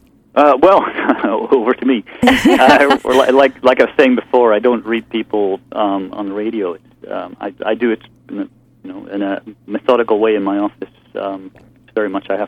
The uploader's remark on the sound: take calls from the audience